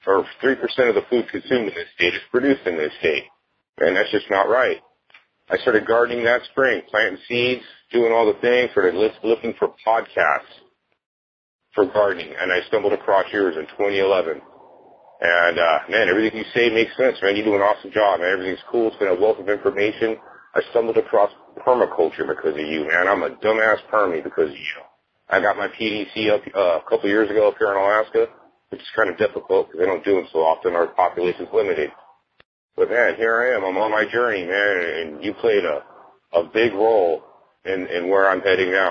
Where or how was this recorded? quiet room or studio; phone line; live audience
phone line